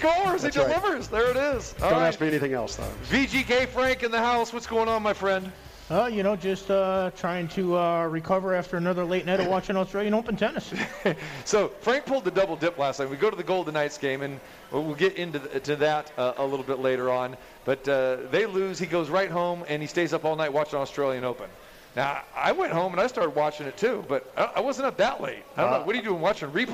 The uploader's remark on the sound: Live From The Cosmopolitan